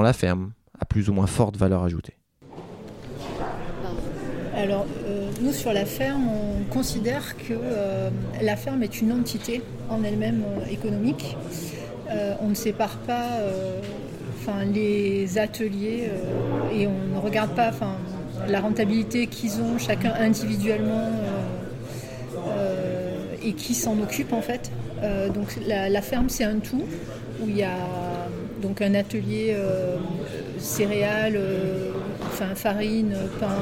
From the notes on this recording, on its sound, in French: Un second épisode enregistré pendant ces ateliers